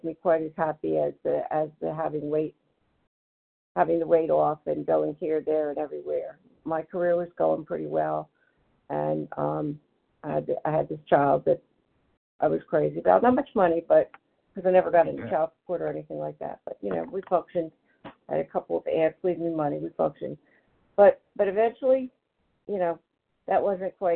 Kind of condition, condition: link, phone line